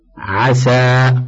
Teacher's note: السين، ويجب الحرص على ما تتصف به من استفال وانفتاح دائما لئلا تشتبه بالصاد المستعلية المطبقة